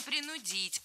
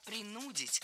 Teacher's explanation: Ударение ставим на второй слог, на корень слова. И во всех формах его сохраняем. · Shown in: second take